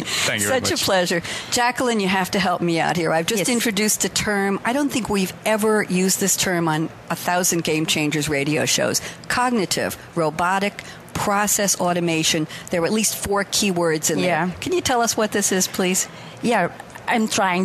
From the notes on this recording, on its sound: Coffee Break with Game-Changers Radio was invited to broadcast live from SAPPHIRE NOW 2017